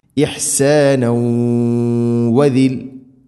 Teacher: തൻവീനിനെ വ എന്ന അക്ഷരത്തിലേക്ക് കൂട്ടി ലയിപ്പിച്ച് മണിച്ചുകൊണ്ട് ഉച്ചരിക്കണം. ഇഹ്സാനൗ വദിൽ ഇങ്ങനെ, ഇതാണ് ഇദ്ഗാം ബിഗുന്ന.